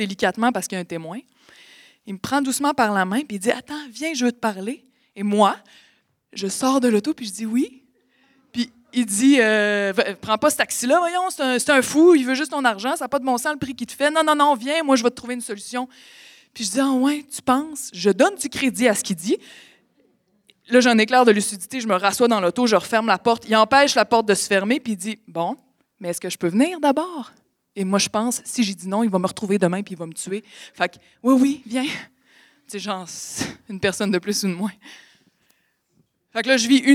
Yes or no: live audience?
yes